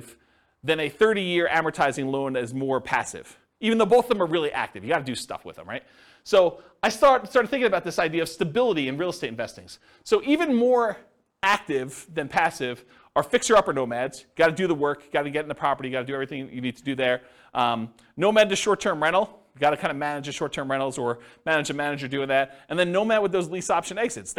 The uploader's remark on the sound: This was a live class recorded